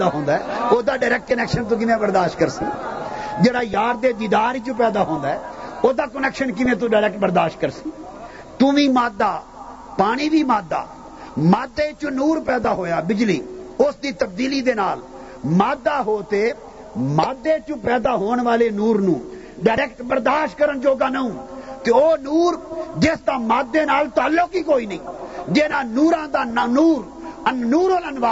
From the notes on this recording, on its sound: A Speech delivered at Manghani Sharif